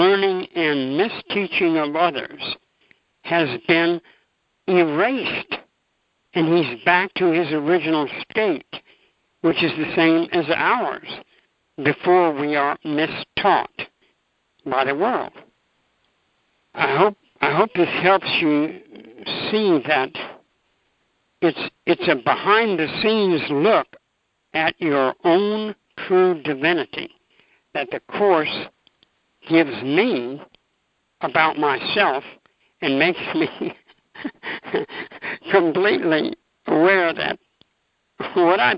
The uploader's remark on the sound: ACIM Daily TEXT Conference Call.